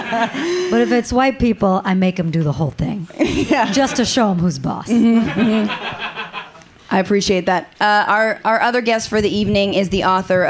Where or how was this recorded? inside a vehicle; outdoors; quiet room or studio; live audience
live audience